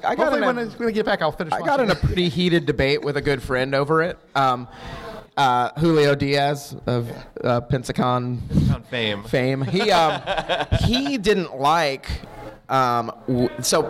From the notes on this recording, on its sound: answer questions from the audience!